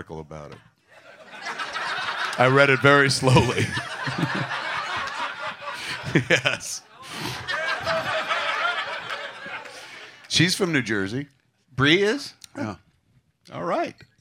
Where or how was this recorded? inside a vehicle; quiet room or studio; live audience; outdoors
live audience